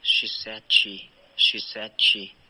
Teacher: She said she 这样三个音节单独都在送气，有一个这样的感觉，而我们的气息应该是一致的，是一致的送